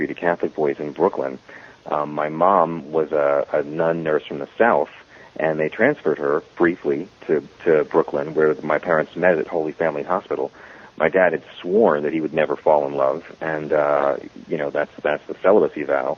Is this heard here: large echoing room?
no